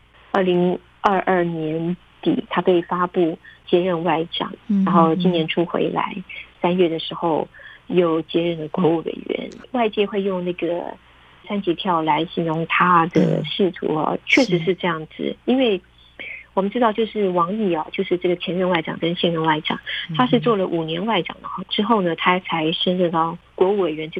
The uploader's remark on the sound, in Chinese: 連線訪問中央社駐北京記者。